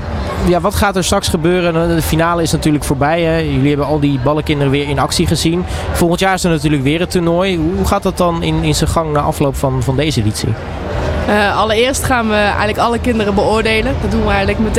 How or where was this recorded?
busy venue